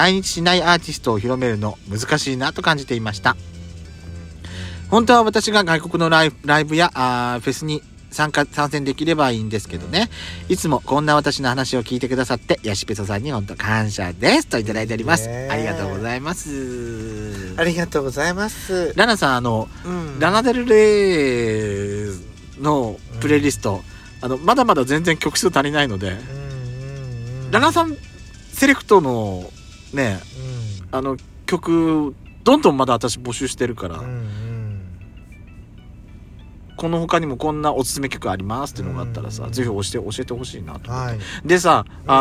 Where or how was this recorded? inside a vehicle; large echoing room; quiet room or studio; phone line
inside a vehicle